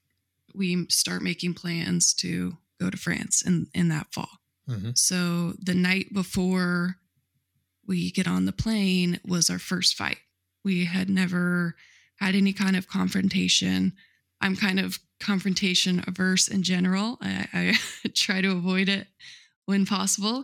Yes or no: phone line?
no